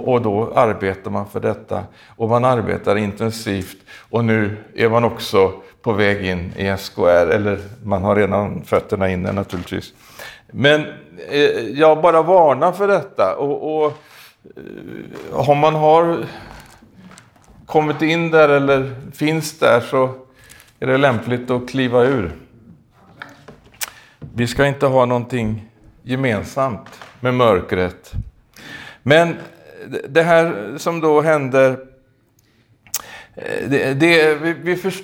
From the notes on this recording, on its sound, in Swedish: i denna predikan från Skultorps pingstkyrka, inspelad i maj 2021